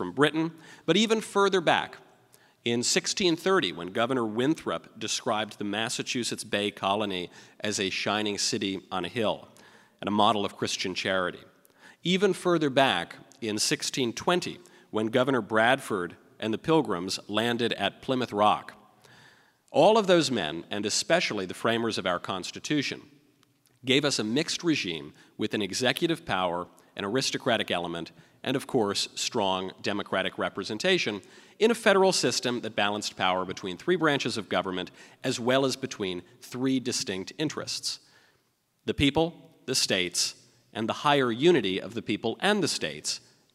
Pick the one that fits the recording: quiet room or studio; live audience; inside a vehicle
live audience